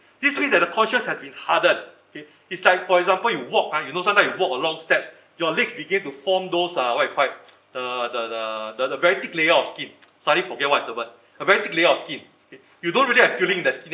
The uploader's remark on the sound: Recorded Live/Sermon